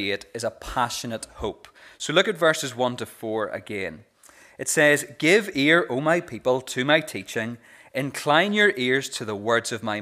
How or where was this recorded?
large echoing room